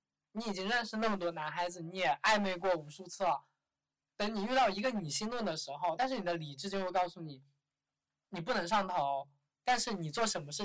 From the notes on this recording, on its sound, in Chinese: 忘记带麦克风，导致本期听感不太理想